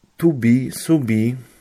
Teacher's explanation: Chodzi o to, że o bardziej przypomina u. Pisaliśmy takie małe u albo u cyrylicą nad o po prawej stronie.